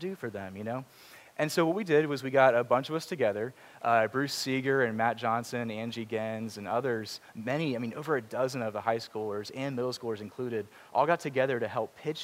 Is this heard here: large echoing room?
yes